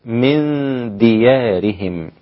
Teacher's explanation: إخفاء مع الغنة، النون الساكنة مع الدال